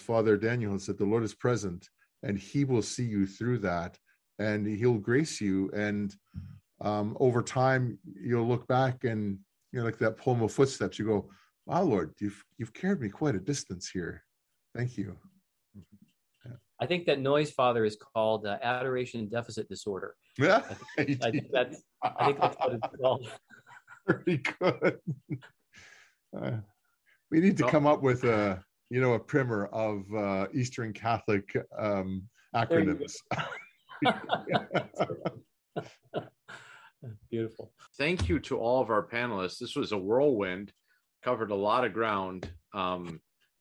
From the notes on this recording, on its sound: This is a recording of the ninth webinar in the Becoming Byzantine series